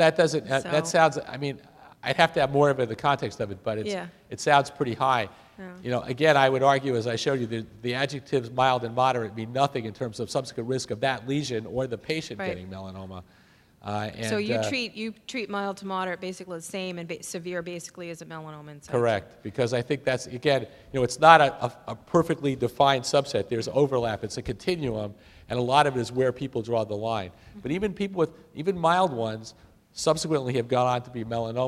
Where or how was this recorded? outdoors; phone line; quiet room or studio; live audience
live audience